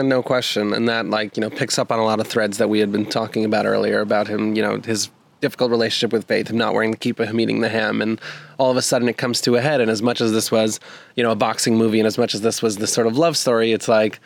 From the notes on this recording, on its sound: head outdoors for a special in-person recording